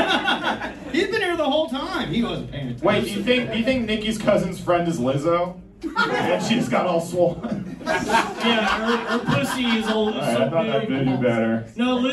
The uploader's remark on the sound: Live in Chicago. A LIVE episode of The Loud Boys Podcast from The Lincoln Lodge in Chicago!